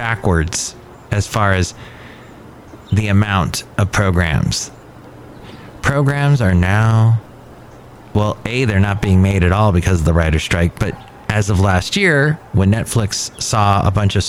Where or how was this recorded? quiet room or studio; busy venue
busy venue